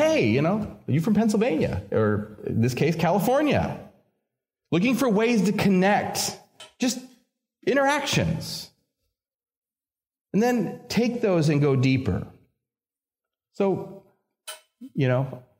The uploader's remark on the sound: This episode features a sermon originally preached at Community Evangelical Free Church of Harrisburg, Pa.